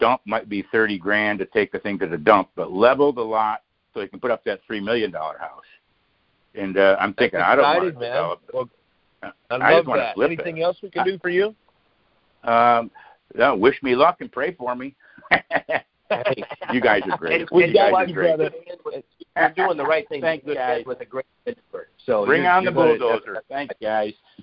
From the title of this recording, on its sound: Gold Club Q&A Call